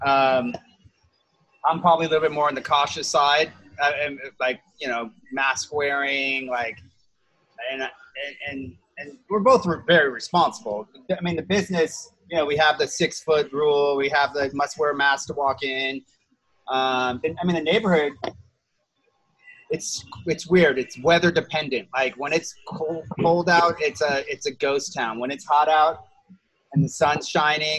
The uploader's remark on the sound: Recently talked with the founders of Jane Motorcycles on Zoom.